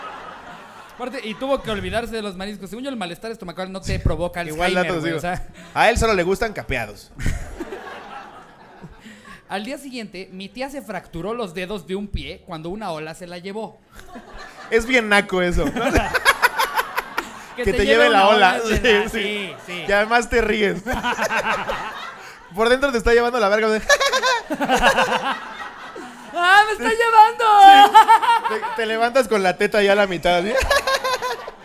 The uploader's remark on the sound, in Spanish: En vivo desde la CDMX